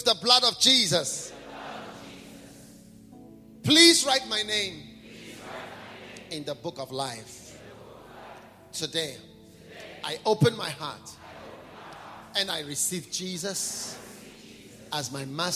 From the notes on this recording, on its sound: Preached at a BENMP service in London, UK